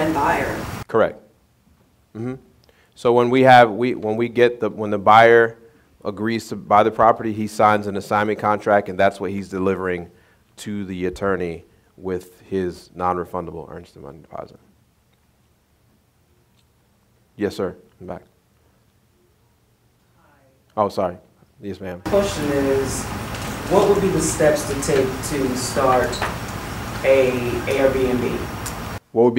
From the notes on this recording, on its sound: This is the audio from my local meetup that I hosted in my home town, Winston-Salem. They decided to join me and the other fellow investors while we talked about real estate.